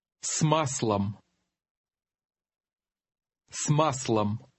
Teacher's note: Notice that the S blends into the following word so that the two sound like one.